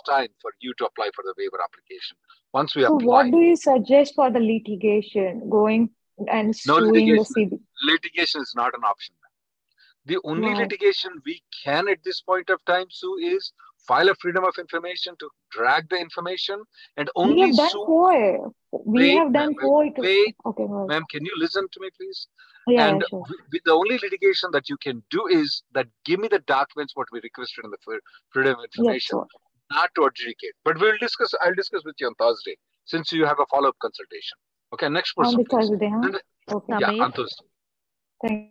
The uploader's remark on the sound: Conference Call May 2nd 2023